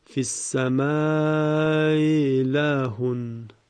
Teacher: وقتی همزه انتهای کلمه اول تسهیل میشود بین همزه و یا تلاوت میشه